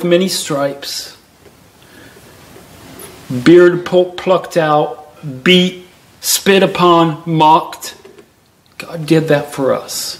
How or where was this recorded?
large echoing room